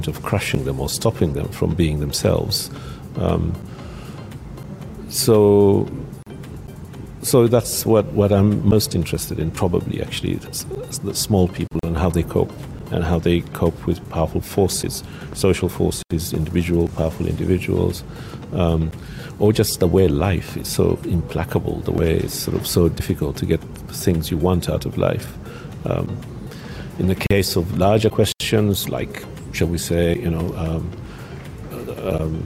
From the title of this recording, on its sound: Pulse Live at SIBF 2021